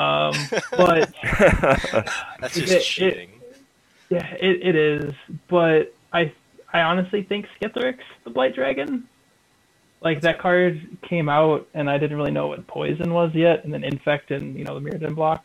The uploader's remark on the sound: Please pardon the audio. There was a problem with recording we didn’t notice.